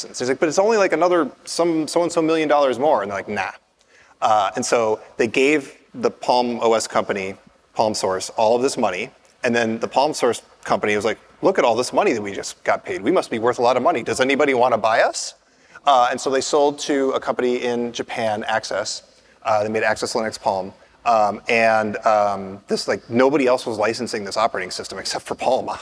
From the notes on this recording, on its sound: Live at On The Verge in New York City. Conduct at Q&A with the audience.